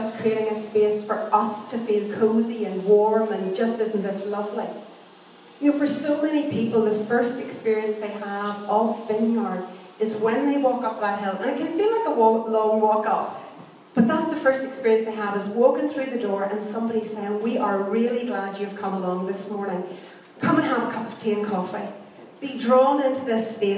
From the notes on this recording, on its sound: Recorded at our 11am Celebration on Sunday 9th October 2016 at our Storehouse Venue